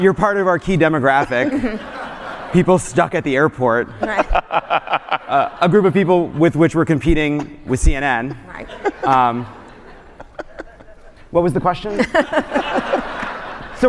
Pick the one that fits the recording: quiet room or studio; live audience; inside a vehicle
live audience